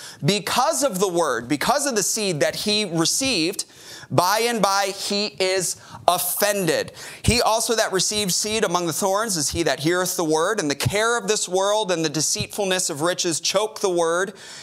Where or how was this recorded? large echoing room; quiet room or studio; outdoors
large echoing room